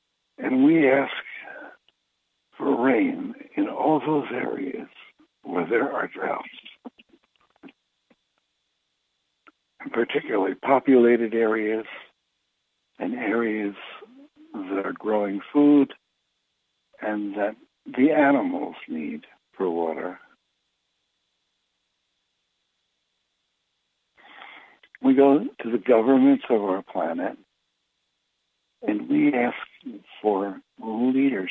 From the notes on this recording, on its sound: Conference Call LIVE